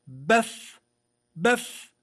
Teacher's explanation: هذه من الشفتين وهذه من أطراف الثنايا العليا مع باطن الشفة السفلى